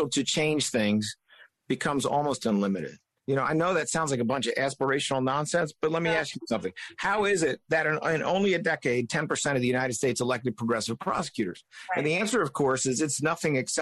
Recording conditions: video call